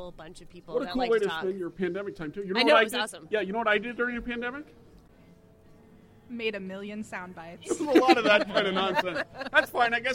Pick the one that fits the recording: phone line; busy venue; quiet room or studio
busy venue